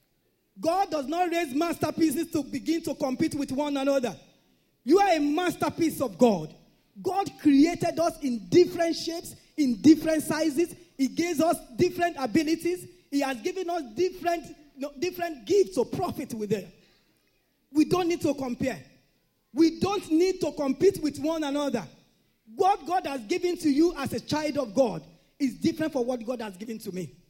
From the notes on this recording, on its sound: This Sunday Service message